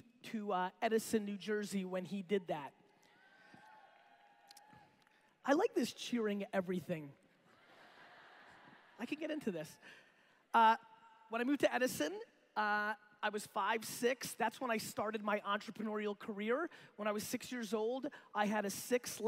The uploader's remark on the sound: A keynote: Beachbody Coach Summit 2016